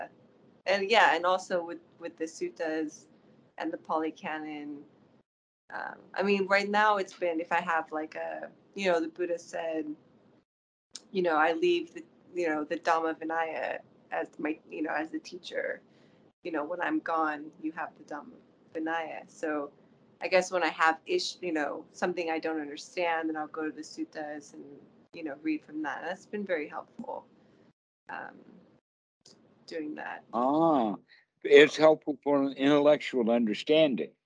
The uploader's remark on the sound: Skype calls on this channel. The date in the title indicates the date the call was recorded.